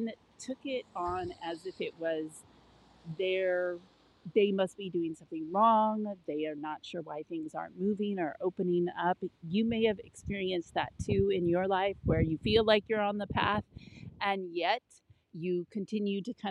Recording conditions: outdoors